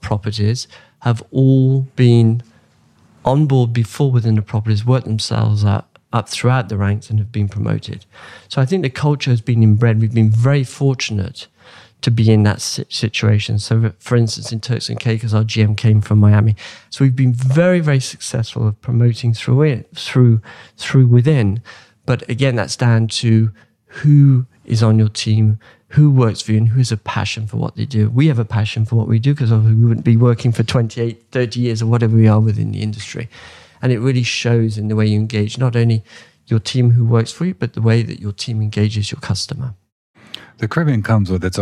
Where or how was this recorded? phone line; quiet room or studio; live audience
quiet room or studio